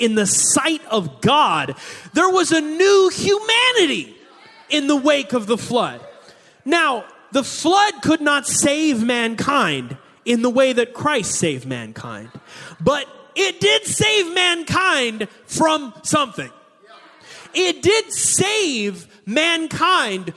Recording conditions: live audience